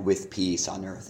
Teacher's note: I would have done something more like with peace on earth, and so peace would get the stress. Peace on the earth feels a little it feels a little clumsy.